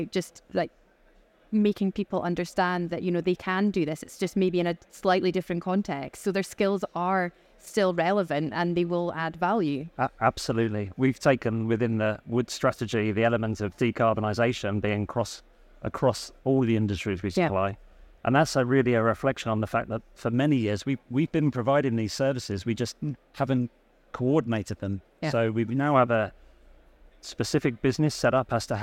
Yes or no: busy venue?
yes